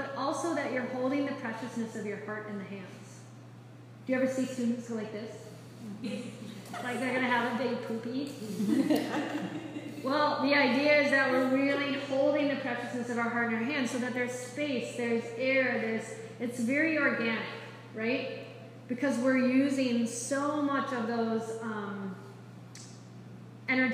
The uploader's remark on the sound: This is a live excerpt of a recording during a yoga enrichment teacher training lecture on the Yoga Sutras for a group of yogis studying to be teachers.